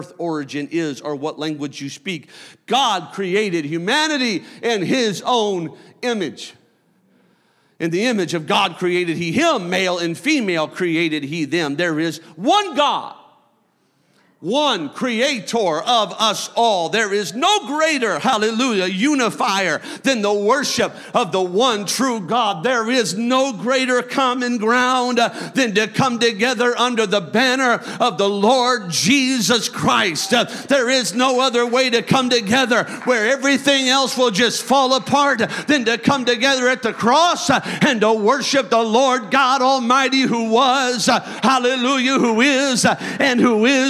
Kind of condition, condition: setting, large echoing room